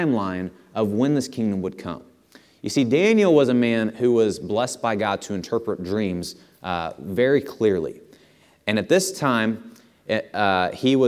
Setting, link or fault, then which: setting, large echoing room